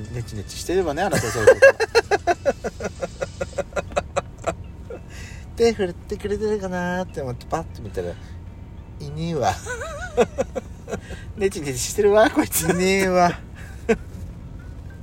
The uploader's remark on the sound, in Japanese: パーキング収録